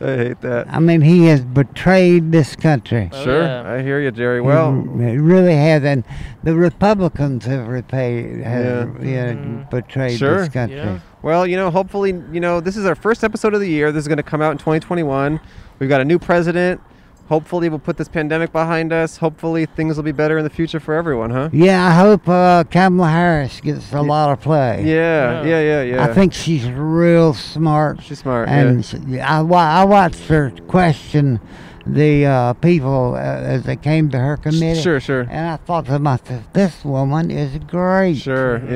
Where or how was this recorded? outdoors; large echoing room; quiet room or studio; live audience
outdoors